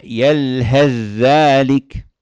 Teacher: مثال آخر للثاء والذال، فمثله كمثل الكلب إن تحمل عليه يلهث أو تتركه يلهث، ذلك مثل يلهث ذلك. إذا أوصلنا كلمة يلهث بذلك تدغم الثاء بالذال تصبح يلهث ذلك